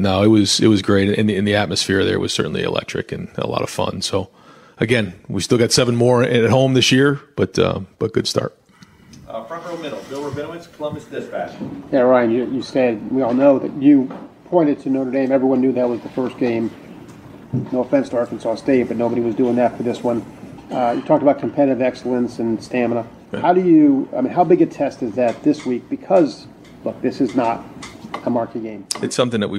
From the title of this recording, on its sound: media press conference